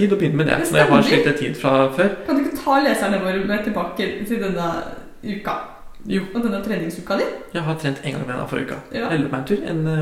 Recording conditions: echo